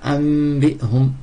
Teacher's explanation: Quand il y a un nun, après elle, il y a un ba, ça se transforme au mim. · Term: iqlab